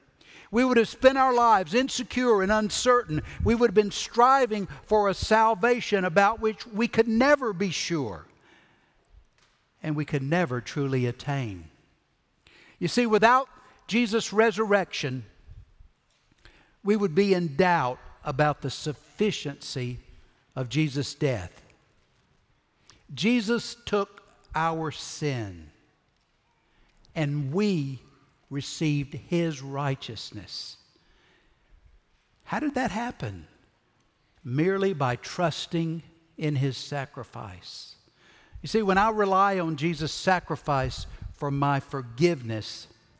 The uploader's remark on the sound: Recorded Live at Brookwood Church on 4.9.2023.